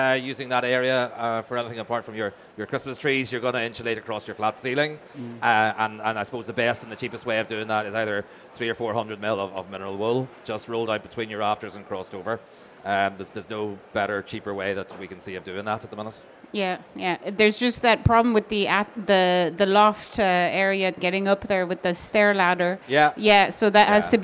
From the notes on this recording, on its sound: We caught up with them at Selfbuild Live Belfast 2023